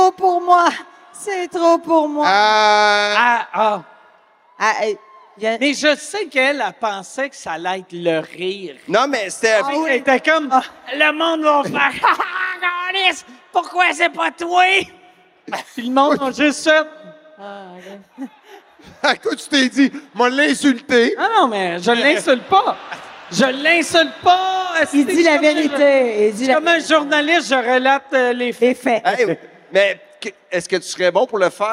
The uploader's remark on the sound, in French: SOUS ÉCOUTE au CENTRE BELL